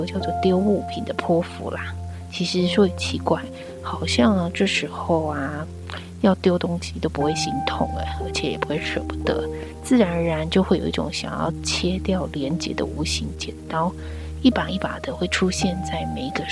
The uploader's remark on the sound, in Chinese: 是不是感覺背景聲有點吵呢？人目前還在醫院陪母親住院，沒有工作室的錄音配備，沒有安靜的環境。這一集錄音狀況不好。